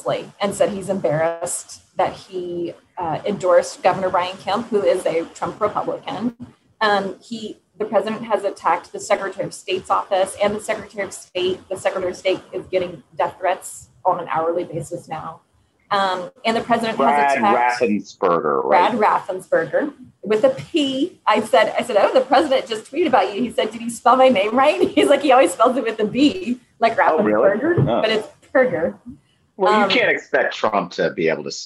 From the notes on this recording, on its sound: Apologies for the audio issues in this episode.